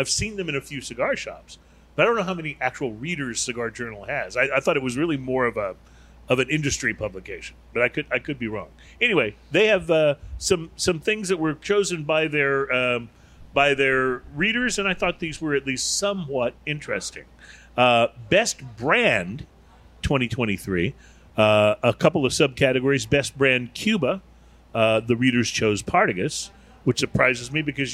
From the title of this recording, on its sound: On Location At Cigar Towne!